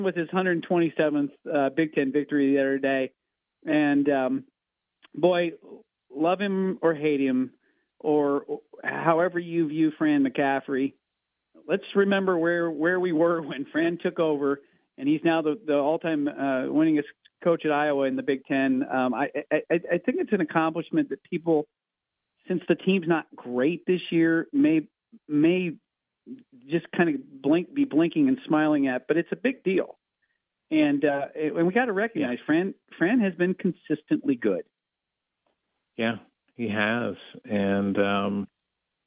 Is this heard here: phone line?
yes